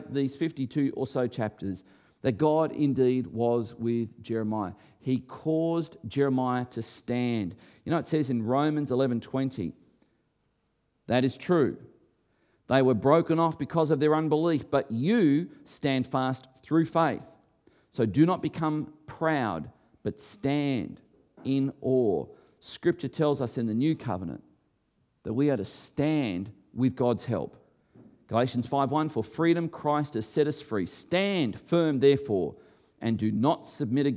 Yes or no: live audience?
yes